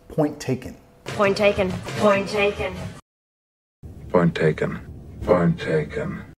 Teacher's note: Estoy vinculando, solo voy a pronunciar una de las T's.